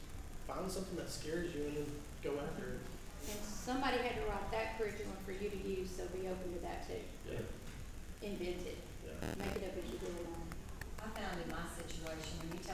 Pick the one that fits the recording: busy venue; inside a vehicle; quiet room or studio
busy venue